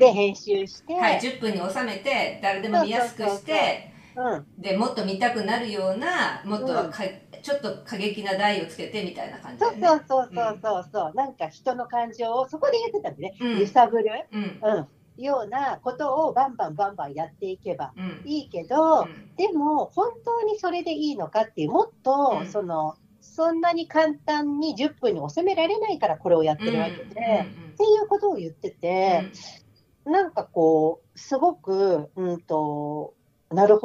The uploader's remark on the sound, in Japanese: リモートでの収録となっているため、聴きにくい箇所があるかもしれませんが、ご了承いただければ幸いです。